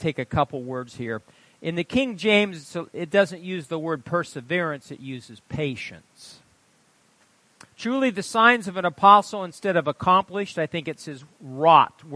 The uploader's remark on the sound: Wednesday Night Service - Audio.